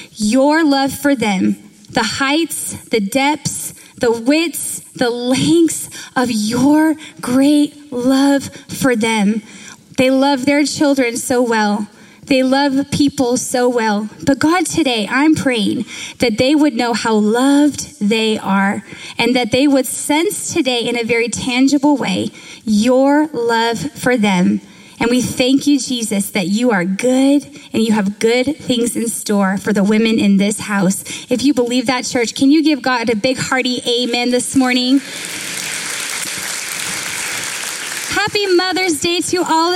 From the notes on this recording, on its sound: Recorded live at Capital Church in Meridian, Idaho